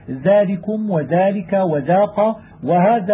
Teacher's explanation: وإذا أتى بعد الذال ألف كان اللفظ بها مرققا كما تلفظ بها إذا حكيت فقلت دال ذال، وذلك نحو قوله ذلكم وذلك وذاق وهذا وشبهه، تلفظ بها مرققة.